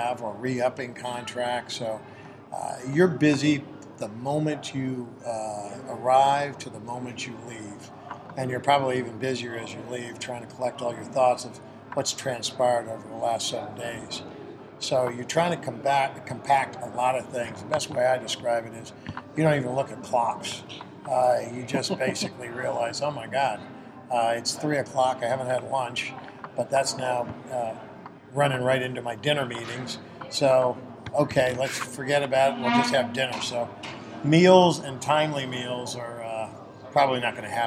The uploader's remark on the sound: recorded around a piano at the Gaylord Opryland Hotel